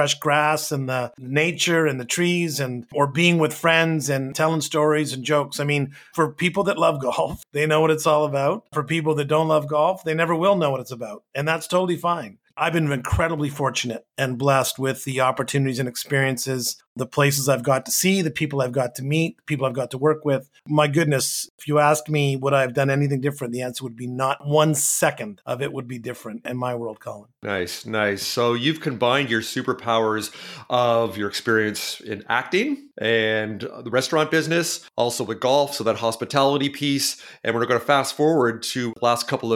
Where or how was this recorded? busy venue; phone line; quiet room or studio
quiet room or studio